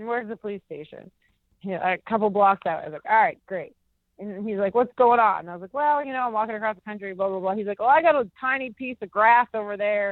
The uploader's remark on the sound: A couple of kids jump into the phone call.